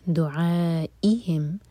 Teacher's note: دعا ع مد متصل، چار حلقہ کھینچیں گے، اس کے بعد حمزہ کٹ آف ساؤنڈ کے ساتھ